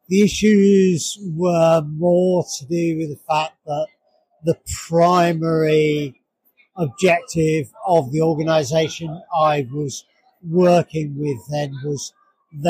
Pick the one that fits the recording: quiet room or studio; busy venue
busy venue